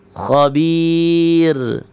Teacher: Ra-nya dibaca tarqiq. Karena sebab ya-nya ada sebelumnya ya sukun.